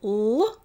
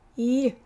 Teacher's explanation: a low tongue with release for hard L, and then a high tongue with release for a soft L